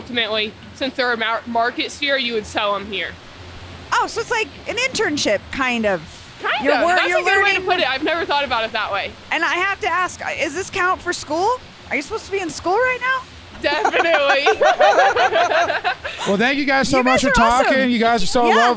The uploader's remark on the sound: Live at the National Western Stock Show. As they talk to ranchers and vendors, old-timers and outlaws, and all sorts of colorful characters in town to carry on this beloved Denver tradition.